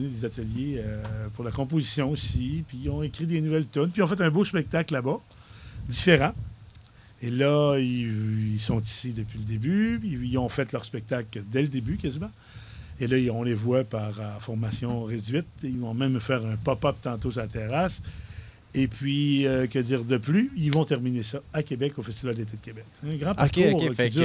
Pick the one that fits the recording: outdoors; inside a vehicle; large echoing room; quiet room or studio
outdoors